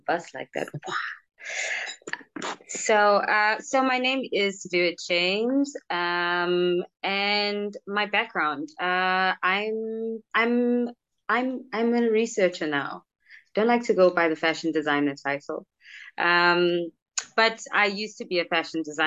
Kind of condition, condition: link, video call